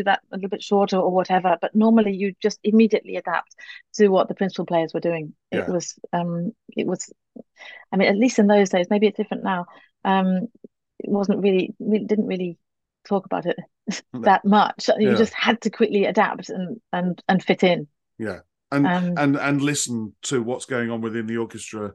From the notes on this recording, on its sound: This interview was recorded. Via Zoom.